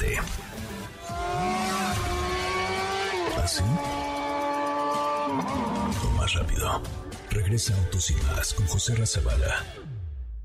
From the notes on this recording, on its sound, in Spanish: en vivo y en directo desde Barcelona en la presentación de la nueva gama de CUPRA